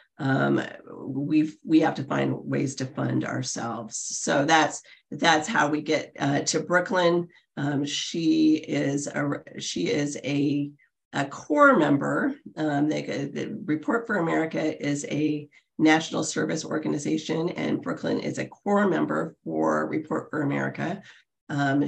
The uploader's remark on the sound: The Monday Zoom Lunch session. Monday Zoom lunch guests. You’ll also hear questions and suggestions from experienced journalists on the call.